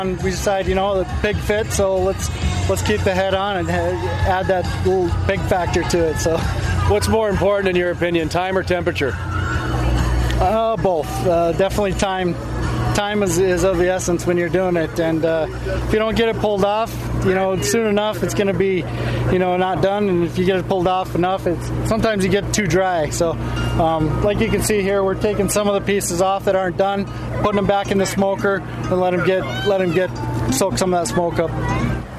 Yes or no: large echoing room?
no